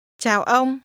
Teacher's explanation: pronounce that with low, falling, and mid-level tones